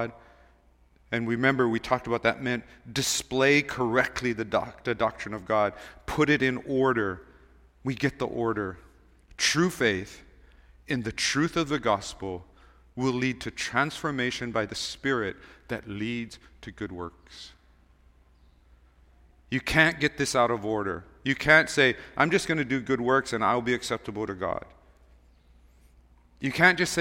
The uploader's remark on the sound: Recorded on November 19, 2023 at Waialae Baptist Church